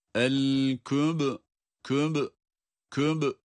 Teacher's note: Ba cezimli okunduğu için kalkale sıfatı var.